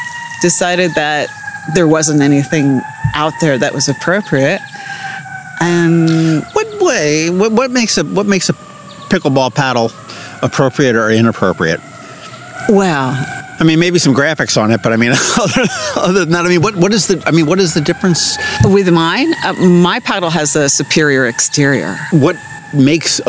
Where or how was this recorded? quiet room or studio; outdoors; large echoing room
outdoors